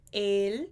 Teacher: a gente tem aí mais uma vez esse e fechado